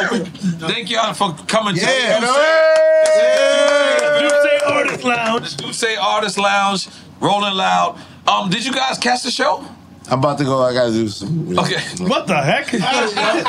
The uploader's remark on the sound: Live from Rolling Loud the guys stop by for a good time!